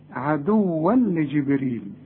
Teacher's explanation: كل تنوين بعده لام ما تغنش. العلماء بيسموه ايه؟ ادغام كامل بدون غنة